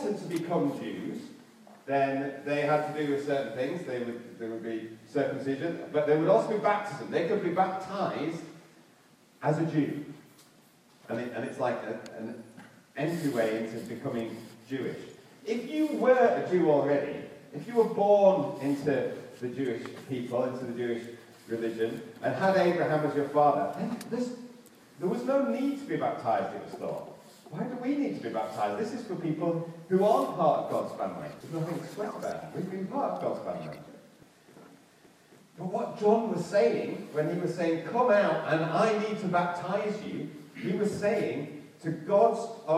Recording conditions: poor sound quality